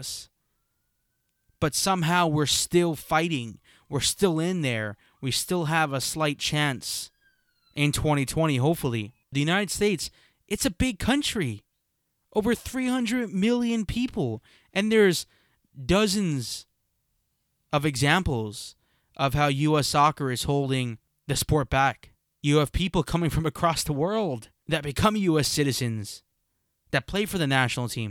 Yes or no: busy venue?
no